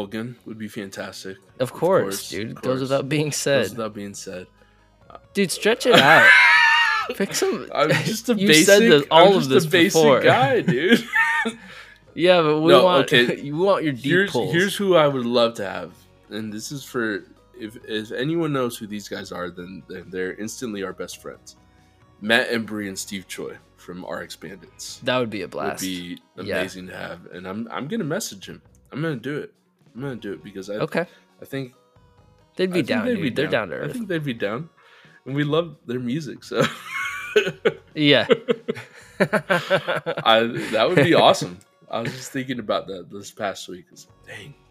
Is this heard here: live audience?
no